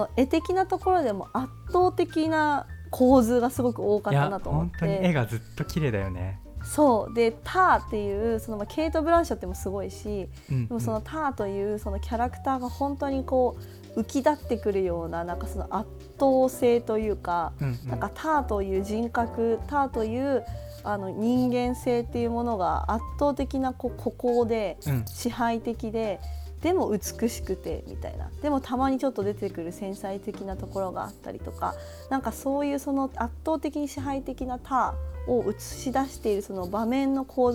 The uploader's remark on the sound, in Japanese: 収録時のミスで衣擦れ音が入っております。